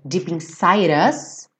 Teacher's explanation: O inside, o E não vai ser pronunciado, e o D ficou rarara.